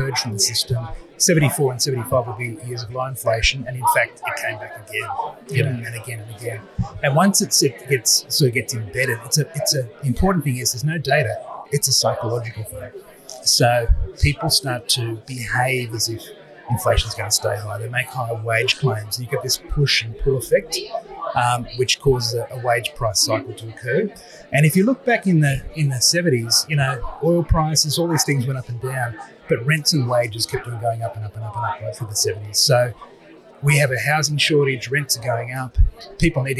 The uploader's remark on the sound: LIVE from ASA. In this LIVE podcast recording from ASA Sydney. We apologise for the background noise, this was filmed live on location.